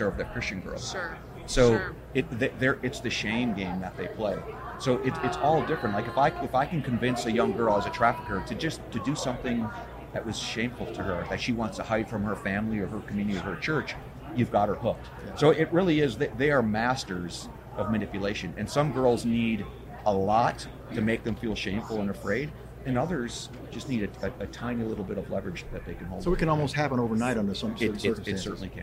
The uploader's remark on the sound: The Unity Project What’s UP? Podcast at AmFest